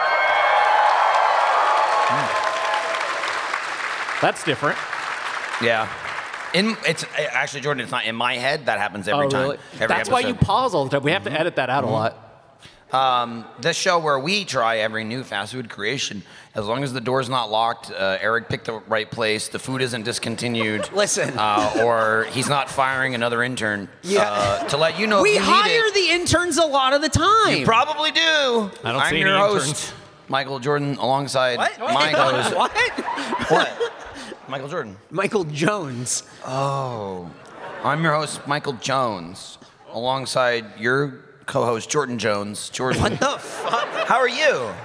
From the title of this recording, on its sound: Live at RTX 2022